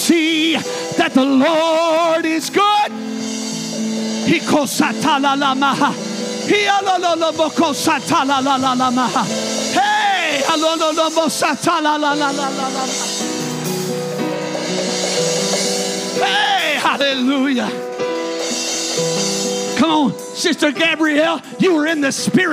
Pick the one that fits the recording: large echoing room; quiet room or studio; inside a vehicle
large echoing room